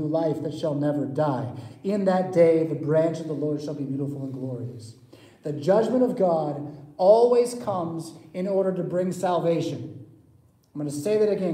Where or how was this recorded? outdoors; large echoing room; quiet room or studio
large echoing room